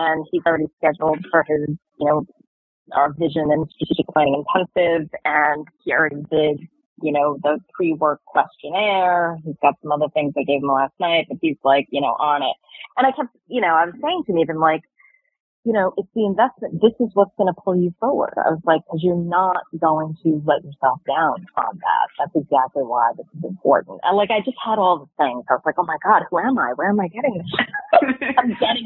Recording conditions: phone line